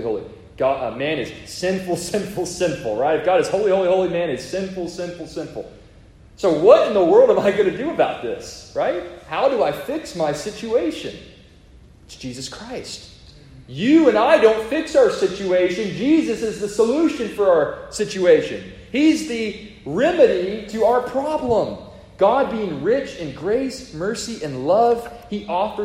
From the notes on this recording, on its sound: A sermon preached to the congregation of Lifeway Baptist Church -Edna, Texas-.